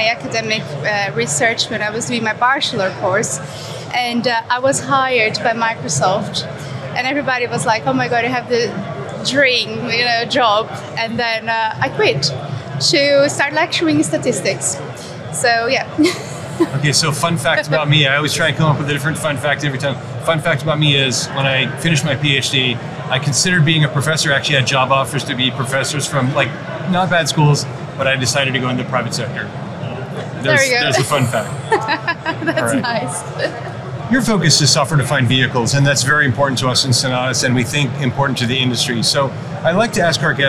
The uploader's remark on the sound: Live from AutoTech: Detroit